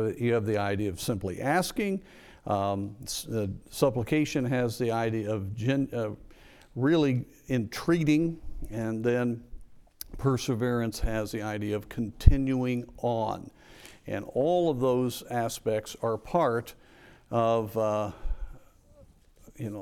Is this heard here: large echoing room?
yes